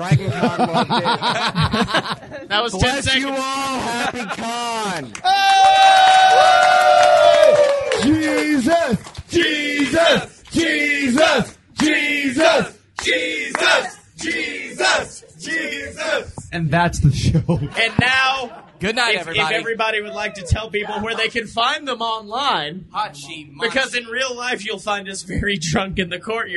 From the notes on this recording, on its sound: Live from Dragon-Con! We actually performed live at Dragon-Con.